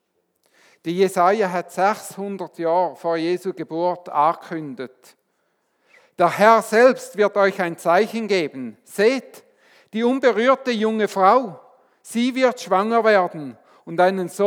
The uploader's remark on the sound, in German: Weihnachtsgottesdienst